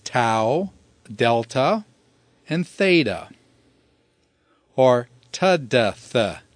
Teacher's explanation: The dentals are formed by means of the tongue on the teeth, and so they're called dentals because they're formed with the teeth, and that is tau, delta, and theta, or tadath.